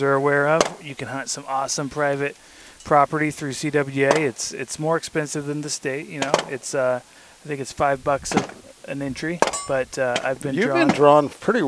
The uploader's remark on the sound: recording on location at the Oroville shooting range